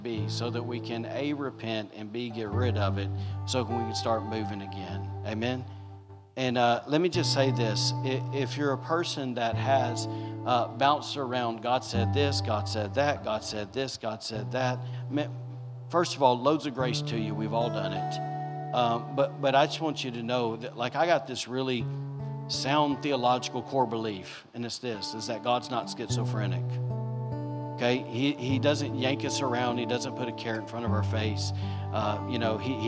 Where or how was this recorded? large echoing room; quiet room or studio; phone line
large echoing room